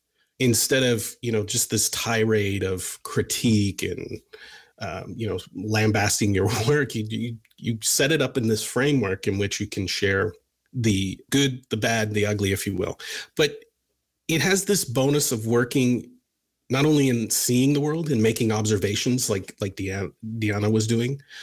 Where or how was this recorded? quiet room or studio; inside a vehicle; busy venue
quiet room or studio